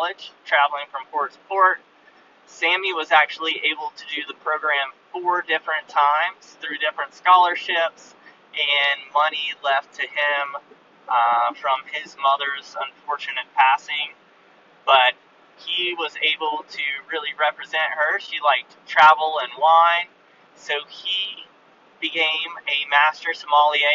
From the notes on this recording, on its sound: I lost all my unpublished podcast audio and all the video. Audio is terrible, iPhone mic.